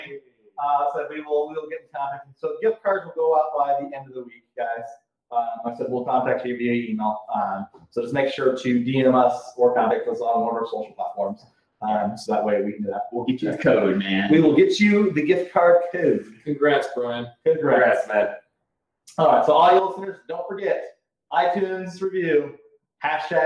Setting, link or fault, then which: fault, poor microphone